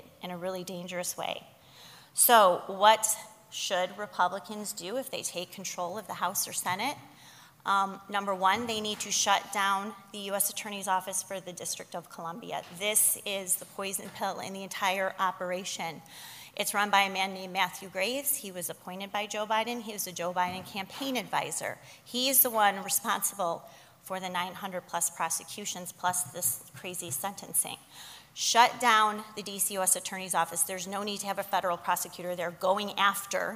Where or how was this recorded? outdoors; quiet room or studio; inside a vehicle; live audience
live audience